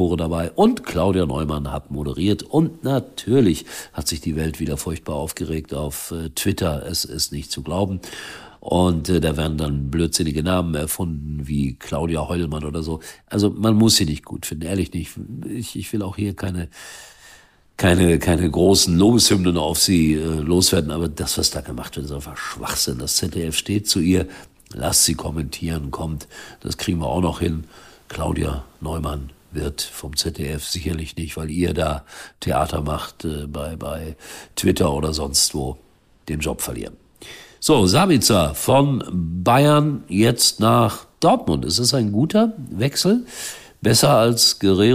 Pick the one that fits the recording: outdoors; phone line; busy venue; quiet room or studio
quiet room or studio